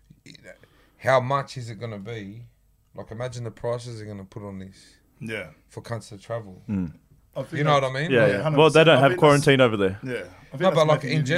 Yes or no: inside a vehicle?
no